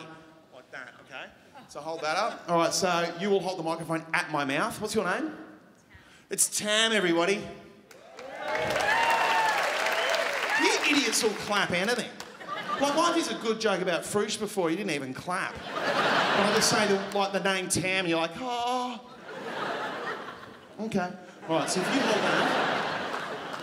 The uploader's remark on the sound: Recorded on Wednesday 29 March 2017 at The Regent Theatre for ABC. At The Regent Theatre for ABC, officially kicking off the 2017 Melbourne International Comedy Festival - the Opening Night Comedy Allstars Supershow.